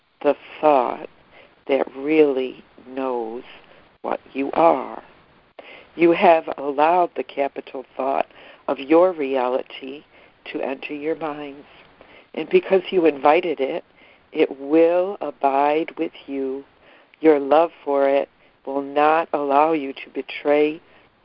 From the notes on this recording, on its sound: ACIM Daily Conference Call.